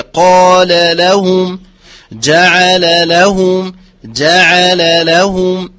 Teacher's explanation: بتفخيم قا على مراتب تفخيم قا ثم ترقيق اللام الأولى والثانية